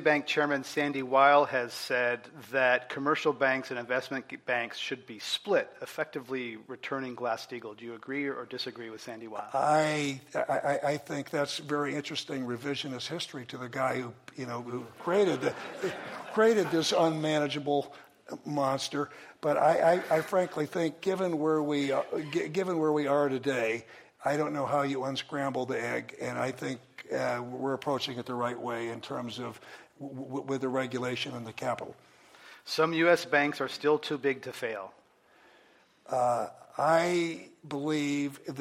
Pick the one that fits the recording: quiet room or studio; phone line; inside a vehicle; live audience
live audience